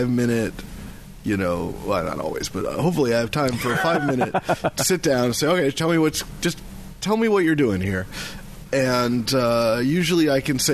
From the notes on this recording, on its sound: This episode was recorded at Wizards Keep Games in Renton